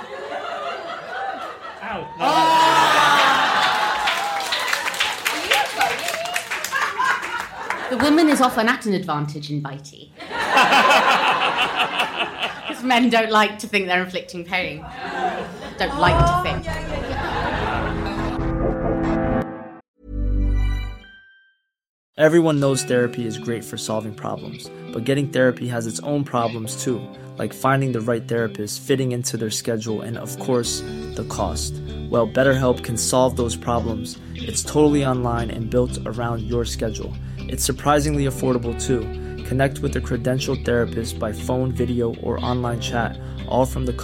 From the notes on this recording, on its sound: LIVE AT THE SOHO THEATRE. Highlights from our live show in London.